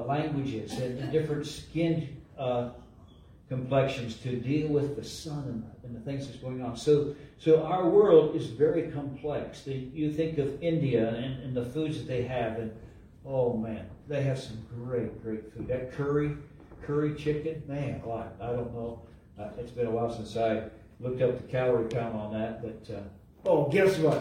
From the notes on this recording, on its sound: LIVE from Calvary.